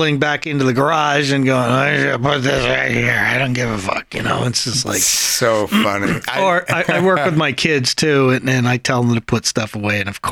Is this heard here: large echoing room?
no